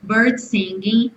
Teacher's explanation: juntando os dois S's, soa um só